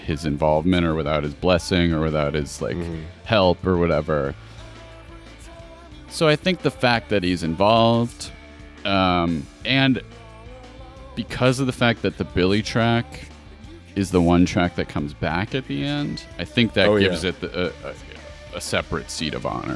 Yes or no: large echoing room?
no